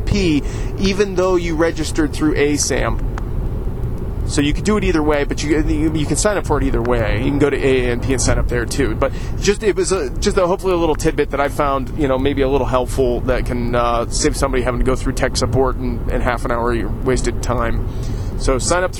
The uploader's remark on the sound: I recorded this show yesterday while driving to Cleveland to have a behind the scenes tour of the Great Lakes Brewery!